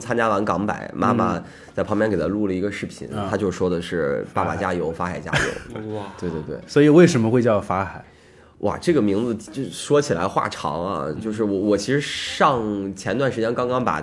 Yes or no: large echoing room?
no